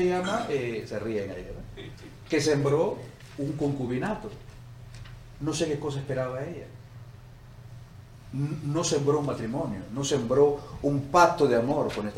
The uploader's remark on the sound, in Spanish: Esta serie fue grabada en vivo en nuestra conferencia Enamorados no Endeudados.